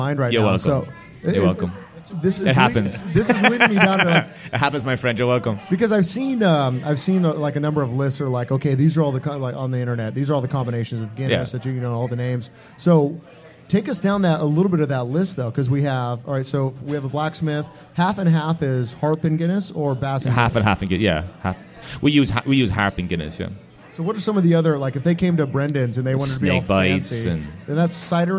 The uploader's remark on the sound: Recorded live at Brendan's Irish Pub.